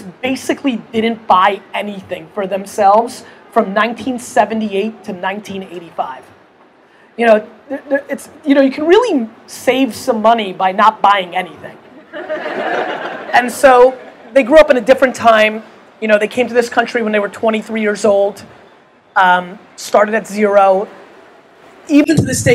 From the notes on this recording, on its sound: Interview at Startup Grind Los Angeles. At Expert Dojo's 3rd story deck on 3rd Street Promenade in front of a sold out crowd.